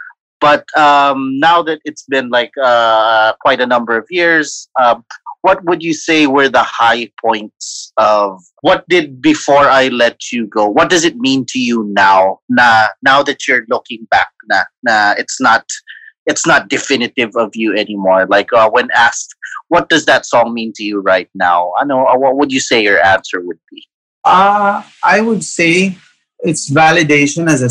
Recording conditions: video call